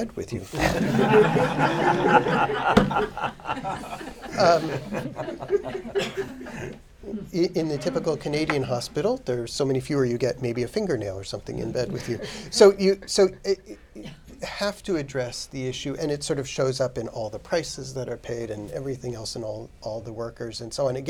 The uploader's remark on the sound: In this Forum event, expert panelists discussed the implications of the possible outcomes of the 2016 election. This event was presented in Collaboration with Reuters.